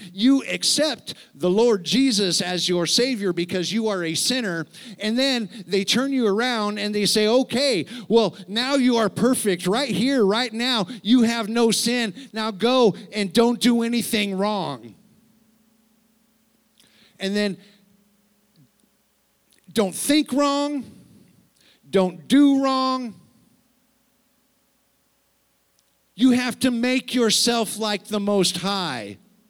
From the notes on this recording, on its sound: Sunday service, unedited recording